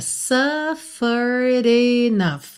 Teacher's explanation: Cuidado para não dizer suffered, tá? Esse suffered termina com ed, mas o e final não é pronunciado